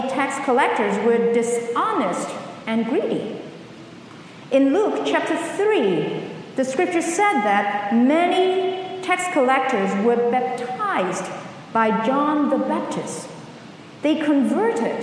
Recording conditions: large echoing room